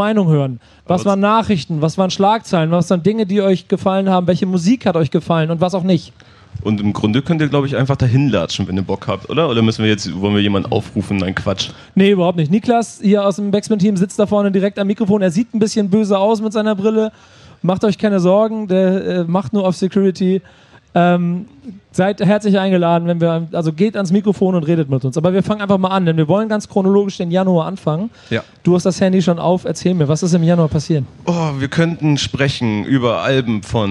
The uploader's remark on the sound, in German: Der BACKSPIN Stammtisch live vom Splash! 22